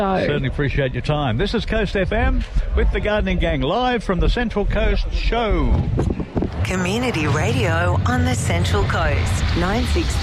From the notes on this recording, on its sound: Live from the Central Coast Regional Show. We were live at the Central Coast Regional Show.